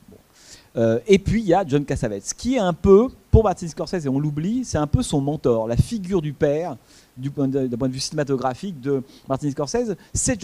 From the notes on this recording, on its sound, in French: suite à la projection du film le mercredi 6 janvier 2016 au Centre des arts d'Enghien-les-Bains